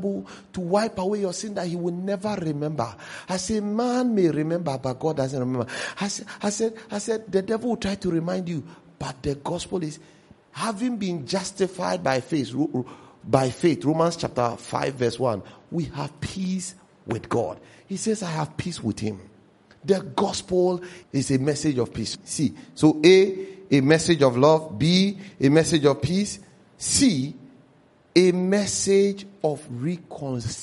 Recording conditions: large echoing room